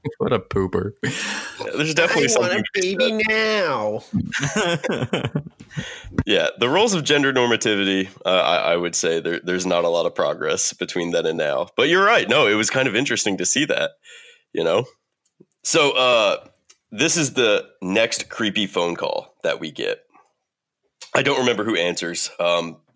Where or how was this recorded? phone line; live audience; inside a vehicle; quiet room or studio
quiet room or studio